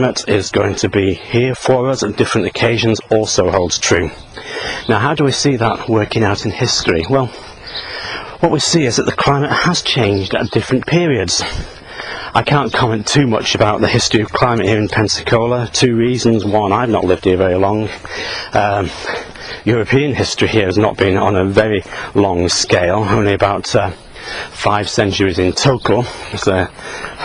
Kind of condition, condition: setting, outdoors